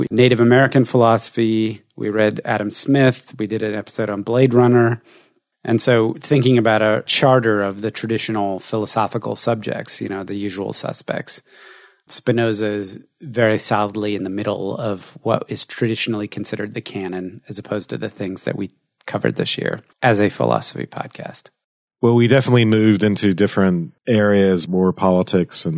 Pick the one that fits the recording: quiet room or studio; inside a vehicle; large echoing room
quiet room or studio